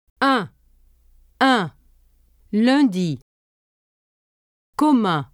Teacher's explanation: Let the air go through both your mouth and your nose when you pronounce un. Don't pronounce the letter n. · Term: nasal vowel un